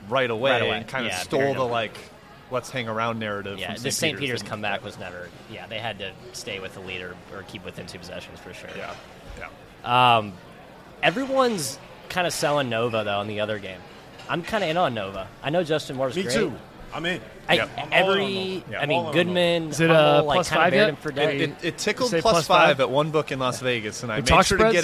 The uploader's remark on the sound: AFTER DARK live from New Orleans!